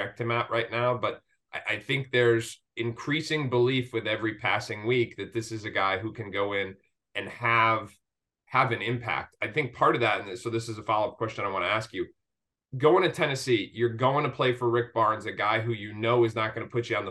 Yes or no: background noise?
no